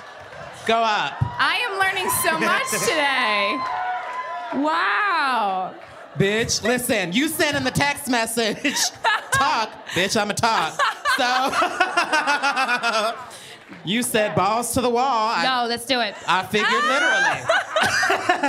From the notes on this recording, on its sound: This episode was recorded LIVE in front of a SOLD OUT (350 people!!) crowd at The Bell House in Brooklyn!